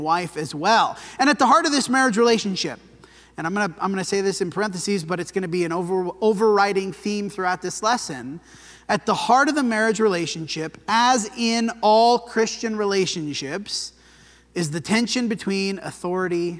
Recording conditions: large echoing room